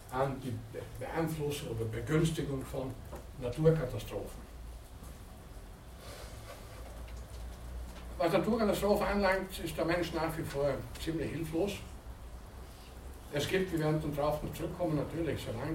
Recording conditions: large echoing room